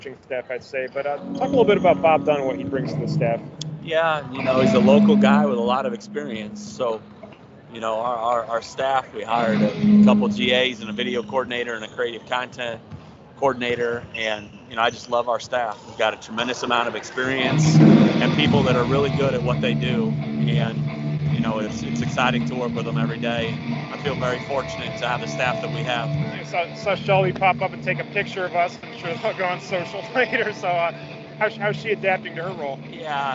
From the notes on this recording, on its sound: record live from Cleveland State’s VIKEtober basketball showcase